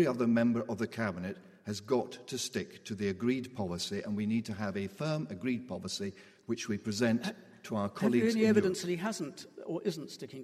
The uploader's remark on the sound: political debate from Wellington Church, Glasgow